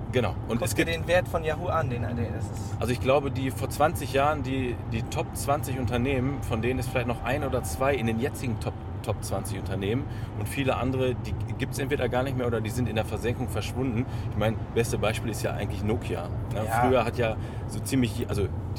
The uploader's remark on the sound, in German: Auf dem Weg zum Fondskongress haben wir eine Folge für euch im Auto aufgenommen. Die ungewohnte Tonqualität bitte wir zu verzeihen.